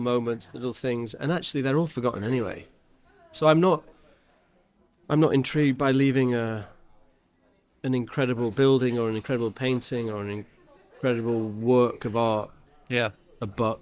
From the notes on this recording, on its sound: We recorded this episode during a busy lunch service at Sessions Arts Club. This episode was recorded in person at Sessions Arts Club, London.